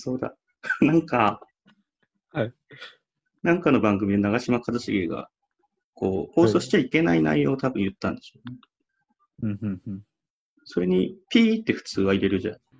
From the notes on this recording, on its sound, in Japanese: ZOOMの録りやすさ。収録地：それぞれの家（ZOOM収録）。